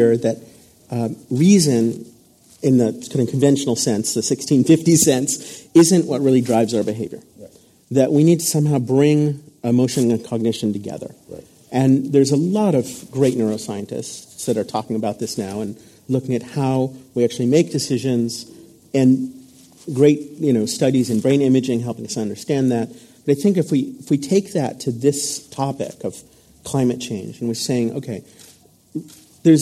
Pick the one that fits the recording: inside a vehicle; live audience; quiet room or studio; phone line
live audience